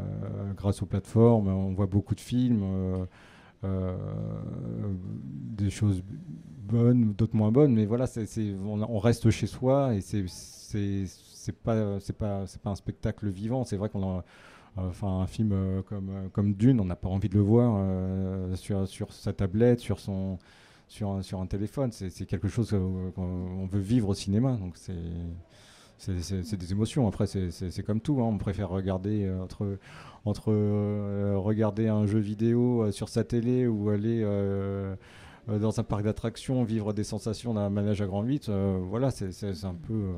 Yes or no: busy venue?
yes